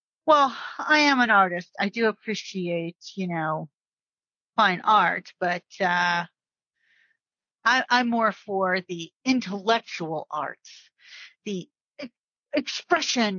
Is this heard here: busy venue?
no